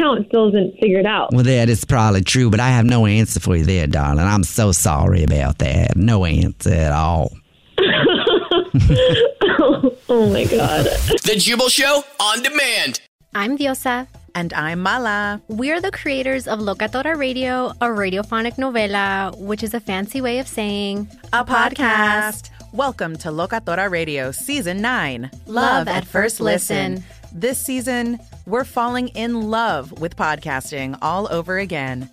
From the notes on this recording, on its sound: Phone Prank